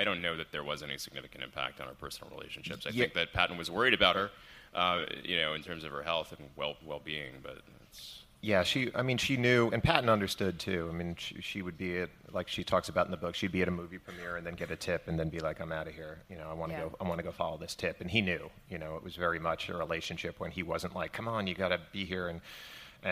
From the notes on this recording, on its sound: We're live at Crime Con 2018 in Nashville